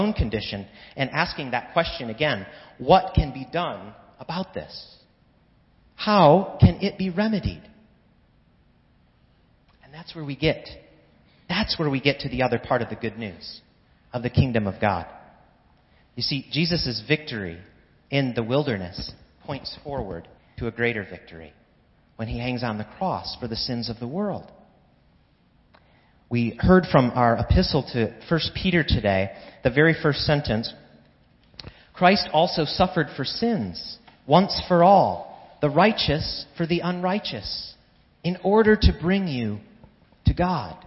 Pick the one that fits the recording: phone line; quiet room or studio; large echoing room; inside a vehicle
large echoing room